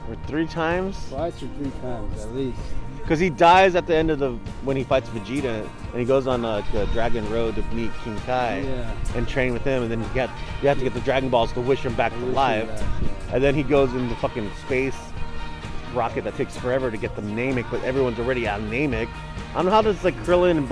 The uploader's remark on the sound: audio is iffy cuz we recorded this at the park.